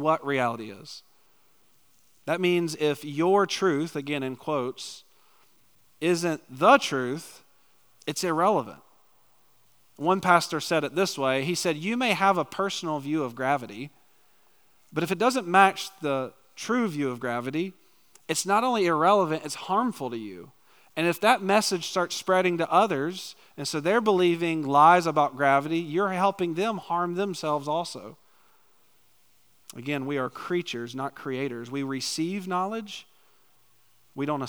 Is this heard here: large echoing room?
yes